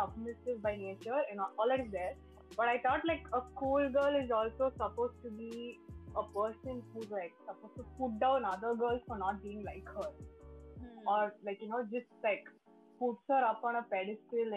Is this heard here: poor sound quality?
yes